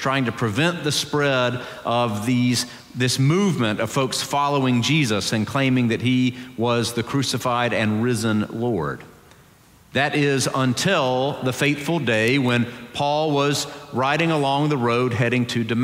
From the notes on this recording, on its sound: Presbyterian College Sunday Worship Service.